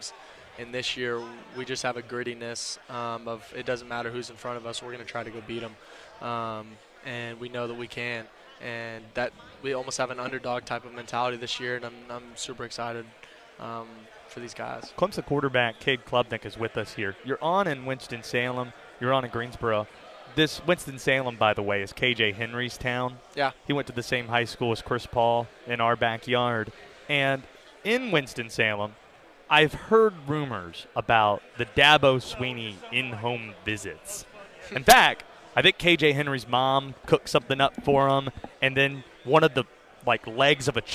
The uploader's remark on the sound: live from Day 3 of ACC Kickoff in Charlotte